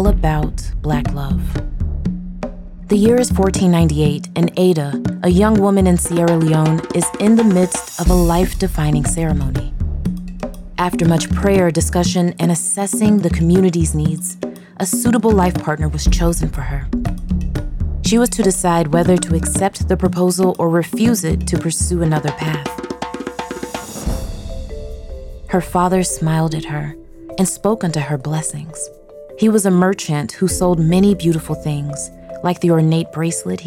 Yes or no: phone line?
no